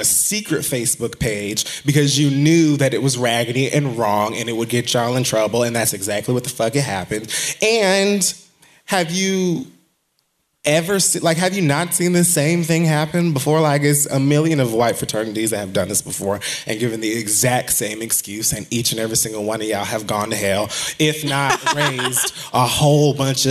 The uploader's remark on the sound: Live From Sony Hall 4/21